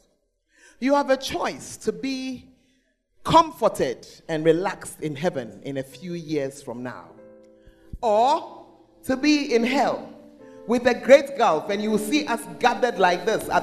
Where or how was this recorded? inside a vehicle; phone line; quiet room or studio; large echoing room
large echoing room